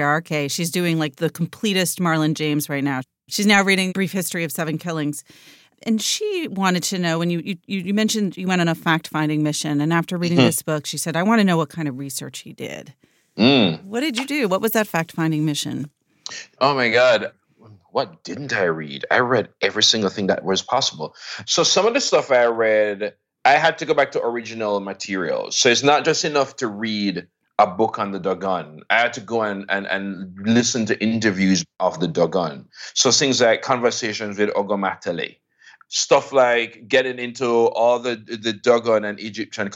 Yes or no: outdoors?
no